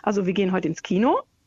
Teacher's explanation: Dann geht man immer so ein bisschen hoch mit der Melodie, um dem Gegenüber zu zeigen, ich bin noch nicht fertig.